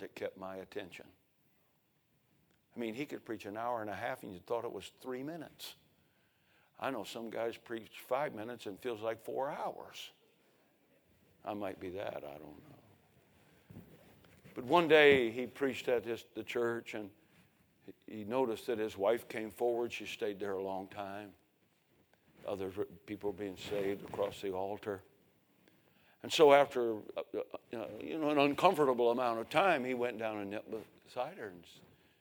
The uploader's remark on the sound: A sermon preached Sunday Morning, on May 7, 2023.